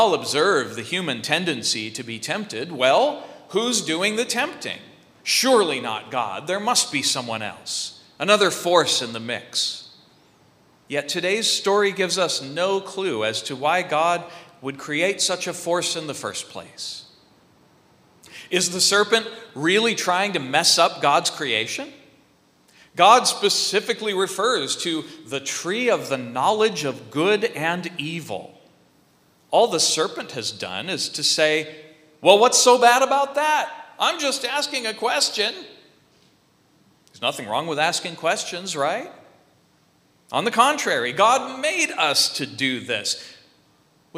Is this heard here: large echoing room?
yes